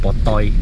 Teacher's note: Chinese would pronounce that botoy because they cannot pronounce the L.